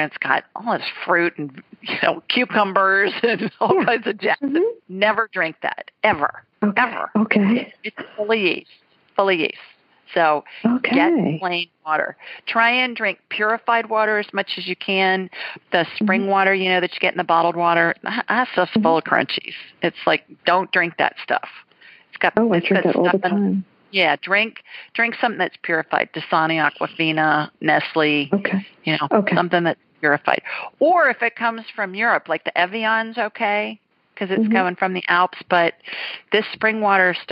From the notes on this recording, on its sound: His widow called. Then a man who was not feeling well called from NYC.